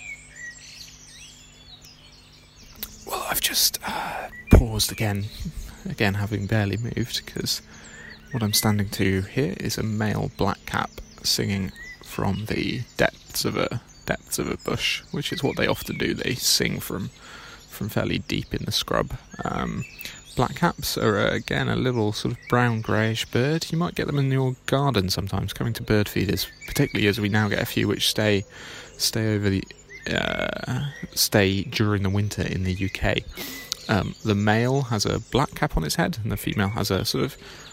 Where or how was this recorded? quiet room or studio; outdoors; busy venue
outdoors